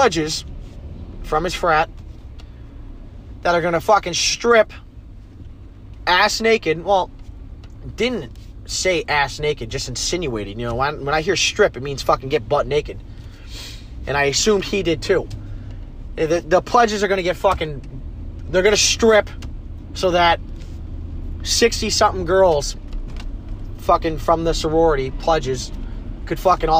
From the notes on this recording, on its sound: Typical me going off while driving.